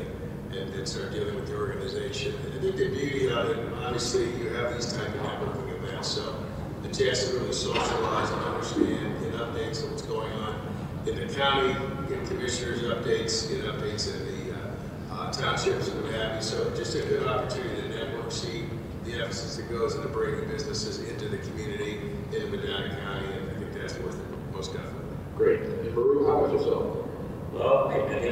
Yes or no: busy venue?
yes